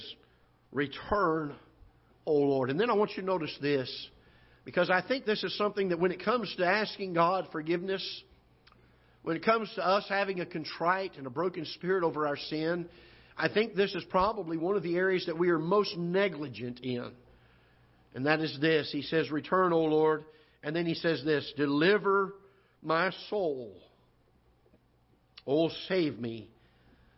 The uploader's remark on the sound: Ketha Heights Baptist Church ~ Live Broadcast